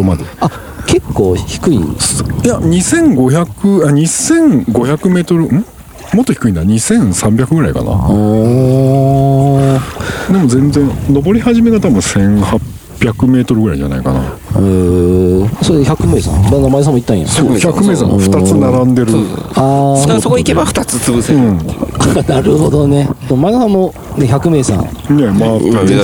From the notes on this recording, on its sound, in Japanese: 収録場所 洪庵キャンプ場 （山梨県 本栖湖）。今回は、関西圏を飛び出し旅行先の山梨県本栖湖の。ゆるキャン△の聖地、洪庵キャンプ場で収録致しました。富士山が奇麗に見える本栖湖で。